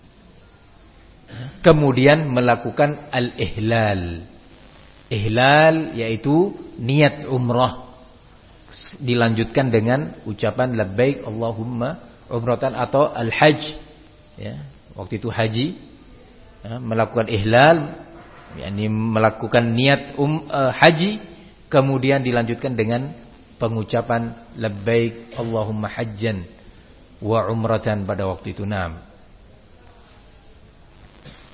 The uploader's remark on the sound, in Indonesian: di Masjid Ma’had as-Salafy Jember